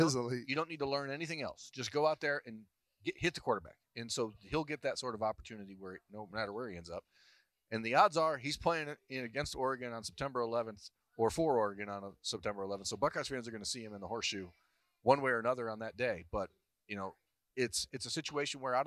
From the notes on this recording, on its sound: It's Monday and that means it's time for Lettermen Live at wonderful Roosters restaurants.